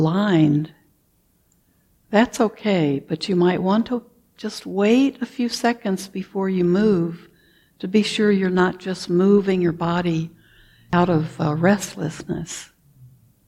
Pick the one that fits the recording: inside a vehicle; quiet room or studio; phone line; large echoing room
large echoing room